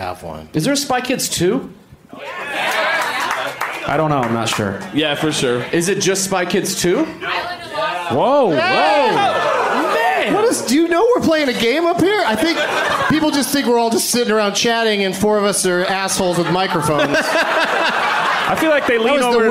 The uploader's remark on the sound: Live from Madison's Comedy Club on State